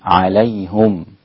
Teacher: كلمة عليهم جاءت بضم الهاء عند الإمام حمزة والإمام يعقوب